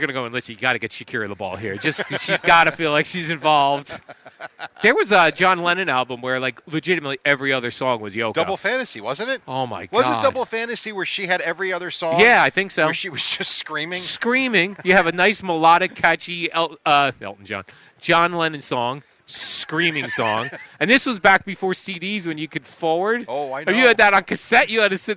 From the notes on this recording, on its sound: Kicking off summer live from D'Jais in Belmar.